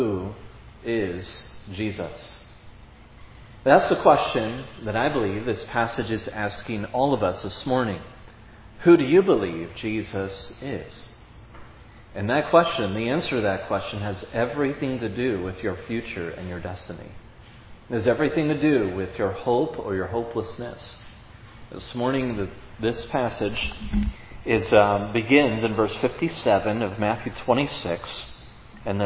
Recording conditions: large echoing room